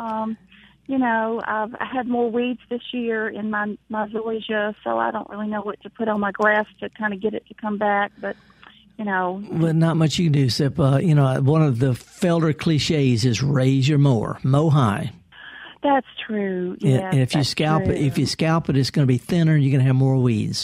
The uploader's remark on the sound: several callers